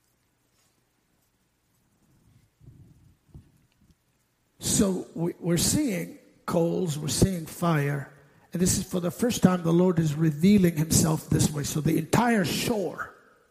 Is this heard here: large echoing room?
yes